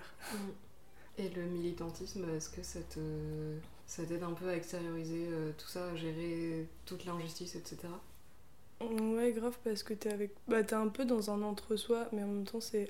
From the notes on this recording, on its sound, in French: déso pour les bruits